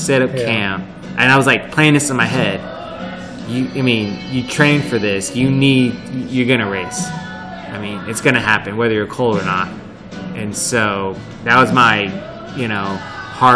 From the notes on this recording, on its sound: This episode was recorded in February at Toros Coffee Shop in Houston. This episode was recorded in February at Toros Coffee Shop in Houston.